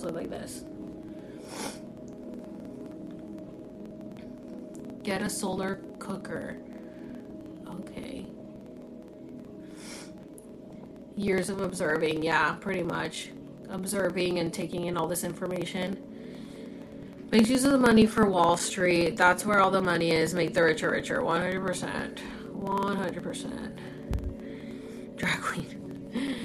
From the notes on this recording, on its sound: This is from a TikTok Live so I apologize for some of the mumbling while I read your comments. Sorry for the feedback on the sound!